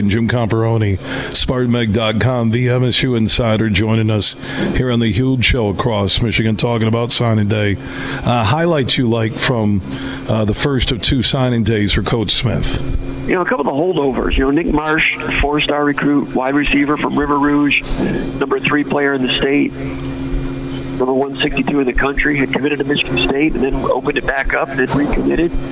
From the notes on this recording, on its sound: Today we're broadcasting live from the Ada Indoor Country Club on Pettis in Ada, as they've got three awesome Golf simulators and they're hosting the Huge Show's long drive competition.